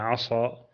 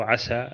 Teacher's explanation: لا بد الإنسان يميزها عن عصى التي فيها الإطباق، وعسى التي فيها الانفتاح